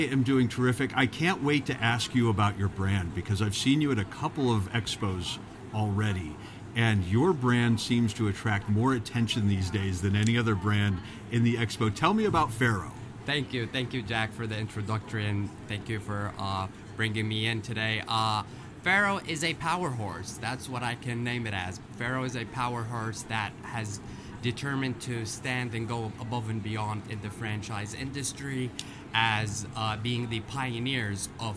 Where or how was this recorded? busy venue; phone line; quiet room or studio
busy venue